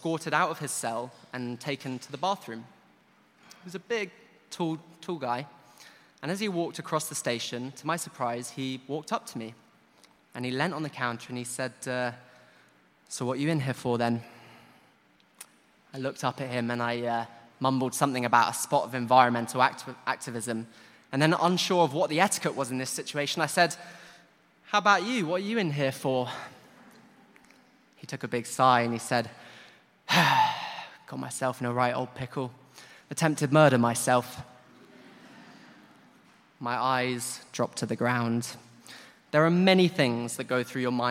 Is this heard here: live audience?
yes